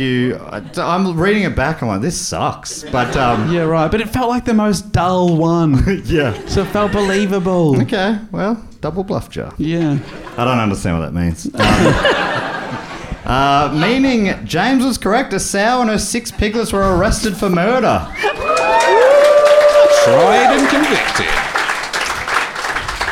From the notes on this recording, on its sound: Recorded live at the Comedy Box in Bristol, UK!